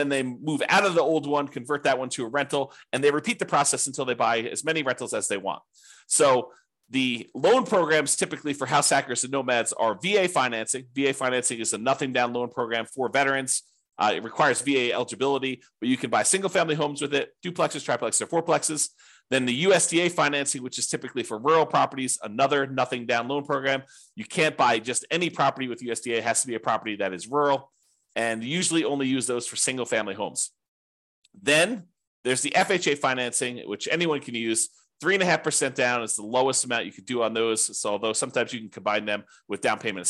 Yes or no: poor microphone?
no